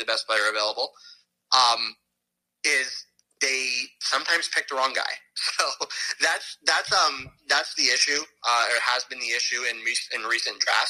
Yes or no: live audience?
no